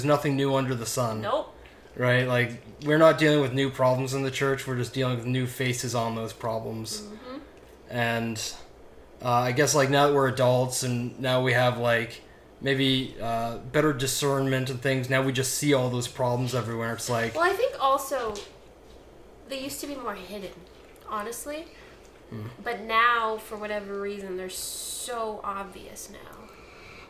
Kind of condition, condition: fault, sounds in the background